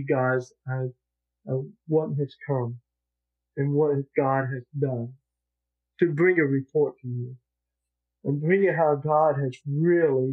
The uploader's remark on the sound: Audio Quality is not as good because of technical difficulties with the lapel audio. Used the Choir Mic audio for the sermon.